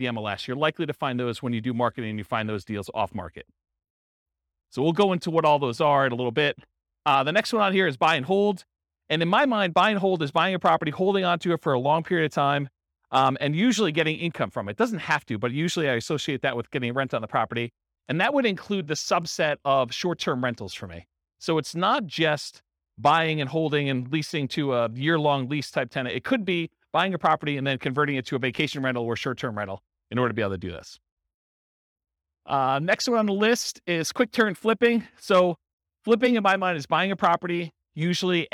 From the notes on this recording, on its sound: Centennial, Colorado. This was a live class recorded.